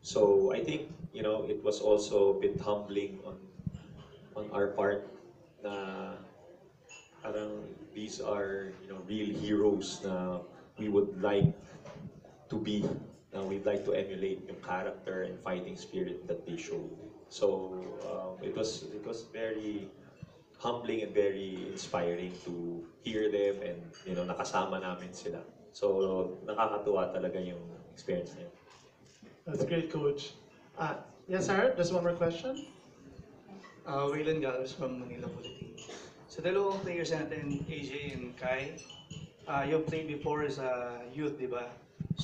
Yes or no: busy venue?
yes